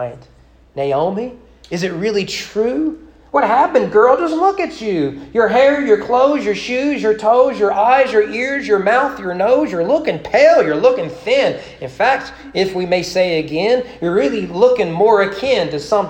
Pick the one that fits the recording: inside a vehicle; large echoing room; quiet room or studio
large echoing room